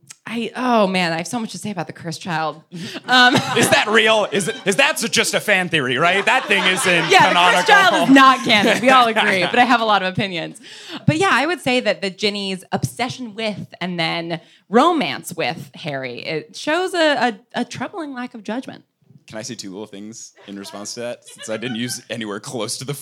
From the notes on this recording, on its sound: Live from Seattle